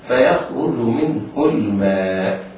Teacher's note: لاحظ هنا ملاحظة هامة، وهي أن الهاء وقعت بين ساكنين، النون في كلمة منه واللام في كلمة الماء. هذه الهاء تضم من غير صلة